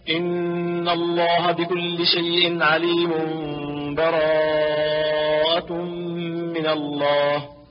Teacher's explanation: السكت بينهما بقدر حركتين دون تنفس